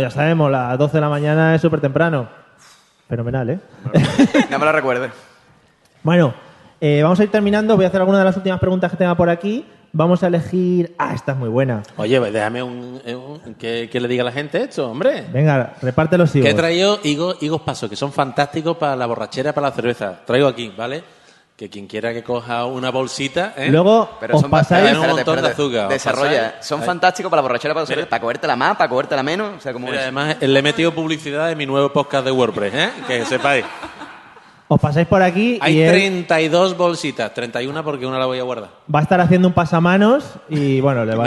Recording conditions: live audience